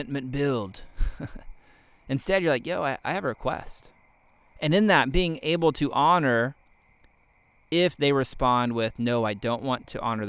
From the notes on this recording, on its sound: You may be able to hear the crickets chirping. I'm actually sitting out here on the deck of my new house and it's dark outside, and don't have the podcast set up in the office yet.